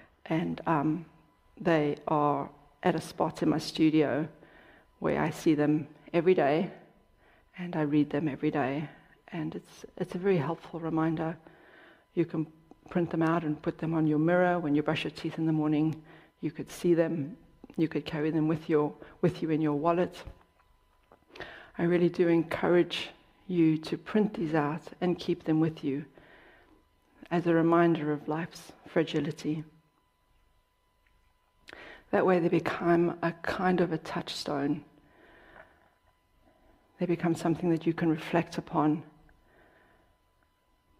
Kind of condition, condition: setting, large echoing room